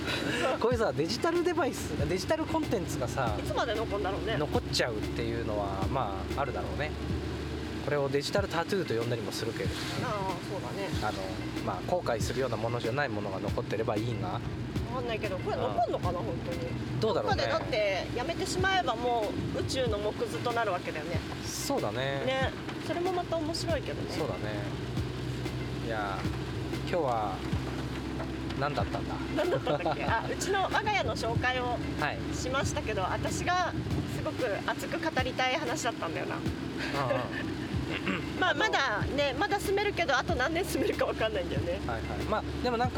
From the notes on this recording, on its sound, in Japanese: なぜか雨天の車移動中に収録しました。